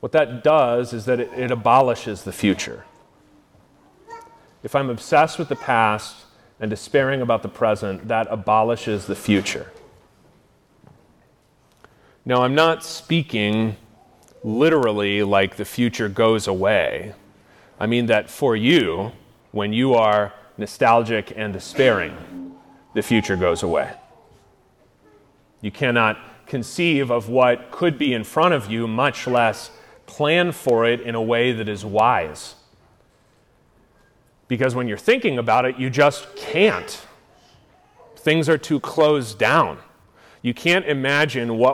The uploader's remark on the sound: lectures at the Wittenberg Academy family retreat in Iowa